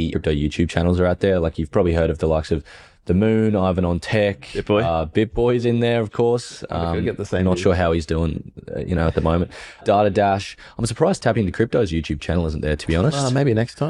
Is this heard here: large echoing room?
no